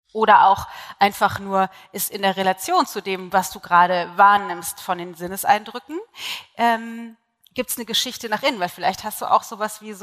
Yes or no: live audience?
yes